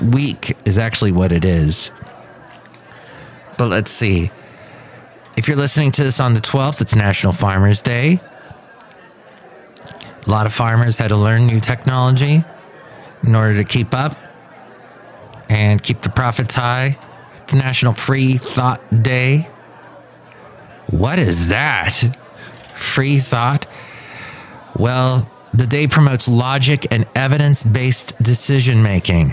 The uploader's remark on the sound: podcasts live from Café Anyway